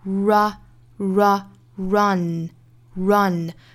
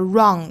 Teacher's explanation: 这个音前鼻音要注意是舌尖抵上齿龈的 · Shown in: first take